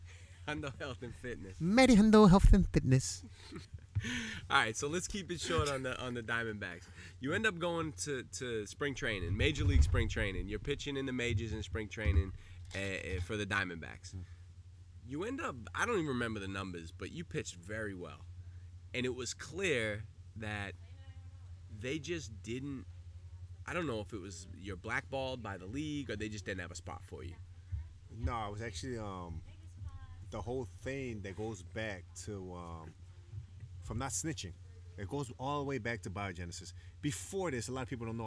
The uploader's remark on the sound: I took my podcasting talents to Mexico. The podcast was recorded on a private beach at his home in Isla Mujeres. Sometimes all you need is a laptop, a microphone and a bottle of Mezcal to make it happen.